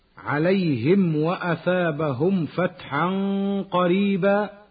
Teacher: الميم الساكنة في كلمتي عليهم وأثابهم تظهر ويسمى إظهارا شفويا لوقوعها قبل الواو وقبل الفاء